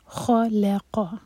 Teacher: یہاں پر خا heavy letter ہے، لام لائٹ ہے اور قاف ہیوی، تو خلاقا نہیں ہوگا خلاقا، بیچ میں لام لائٹ ہے.